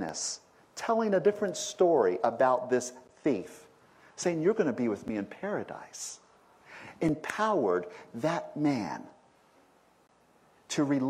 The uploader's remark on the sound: This message was delivered at Concordia Center for Spiritual Living